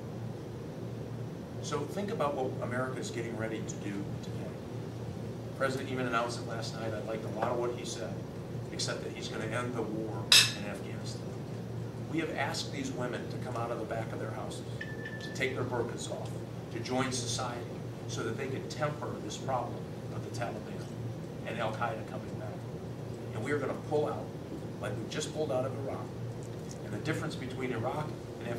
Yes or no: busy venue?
yes